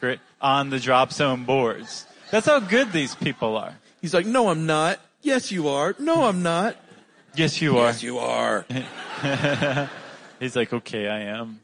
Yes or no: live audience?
yes